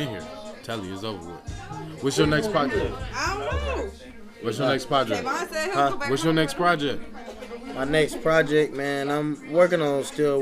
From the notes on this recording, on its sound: this is what happens when you try to record a podcast during the begging of a party